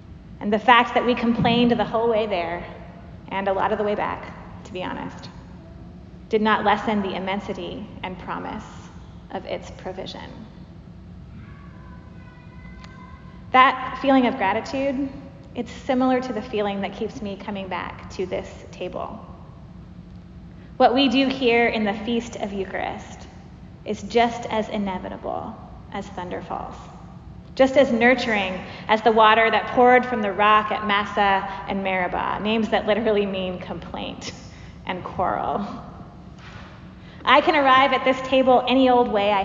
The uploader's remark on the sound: Preached at Church of the Apostles, Seattle